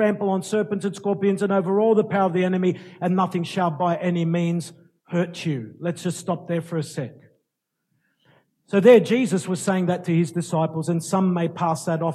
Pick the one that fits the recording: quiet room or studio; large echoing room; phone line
large echoing room